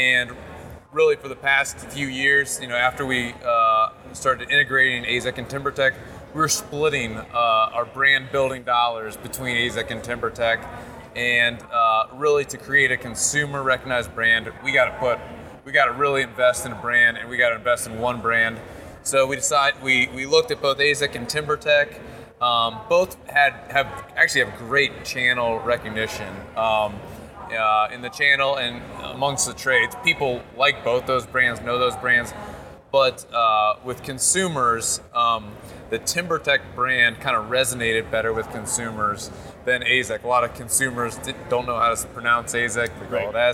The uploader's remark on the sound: Live from Las Vegas at IBS 2019